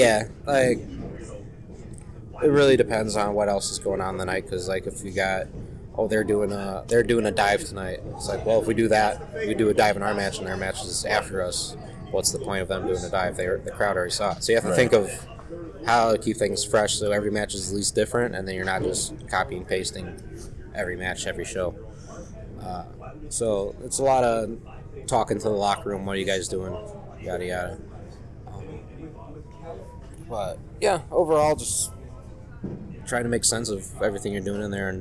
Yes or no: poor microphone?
yes